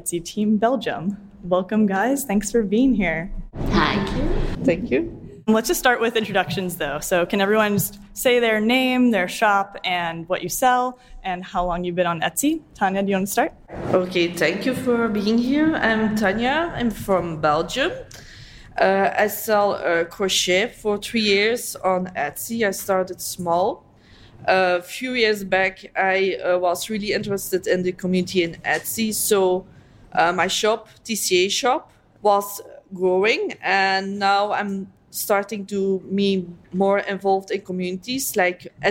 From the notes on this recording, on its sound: Three European Team Captains take the stage. Recorded live at Etsy’s European Captains’ Summit in Warsaw, Poland.